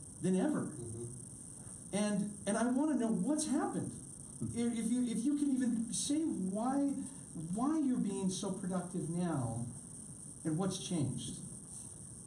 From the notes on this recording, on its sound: Held as a live interview and Q&A during the final night of the 2017 Zion Art Invitational